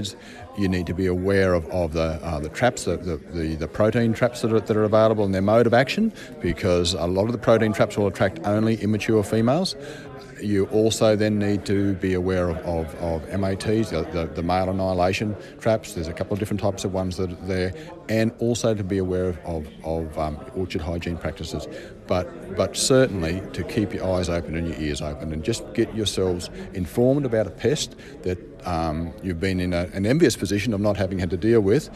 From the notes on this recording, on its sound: This interview was recorded at a fruit fly forum held in the Riverland in 2018.